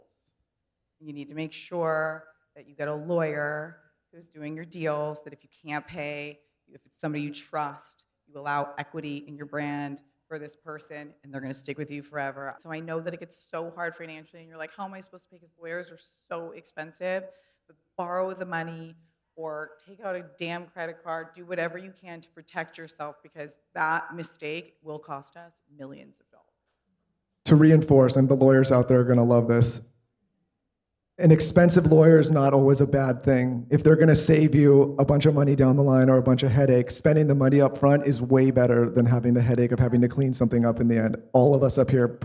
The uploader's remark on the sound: Business Panel from Dear Media IRL